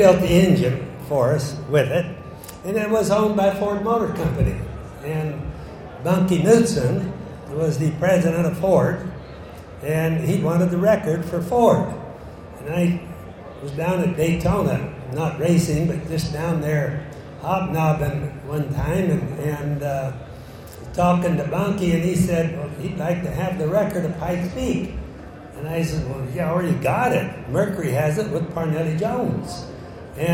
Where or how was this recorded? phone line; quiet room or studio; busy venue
busy venue